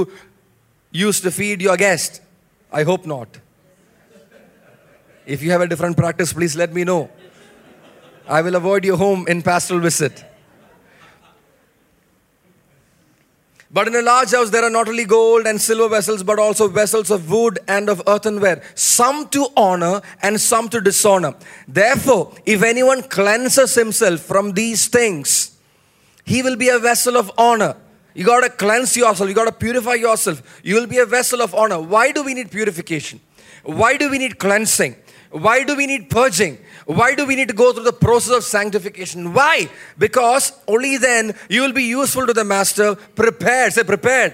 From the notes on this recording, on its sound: Message preached at the Watch Night Service on 31 December 2023 at Revelation Church.